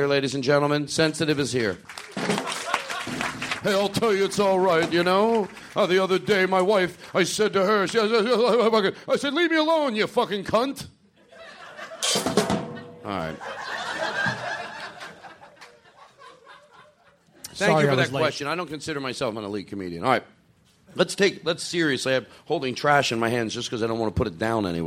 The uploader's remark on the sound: Live at LA Podfest. LIVE from the LA podcast festival!